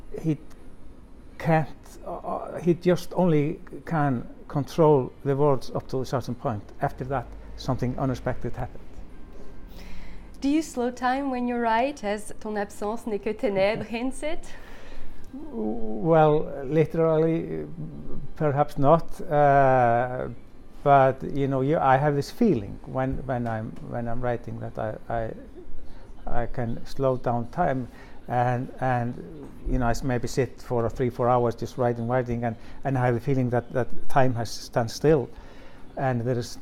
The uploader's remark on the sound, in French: au coeur du Littérature Live Festival 2022 de la Villa Gillet